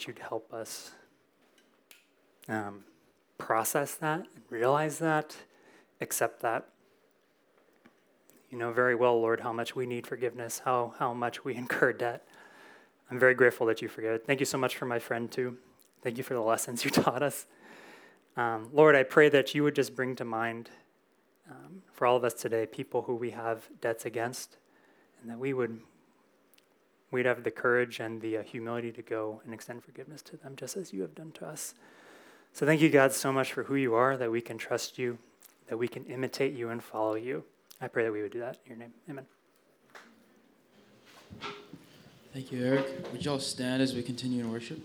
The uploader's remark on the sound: Recorded in SAL101.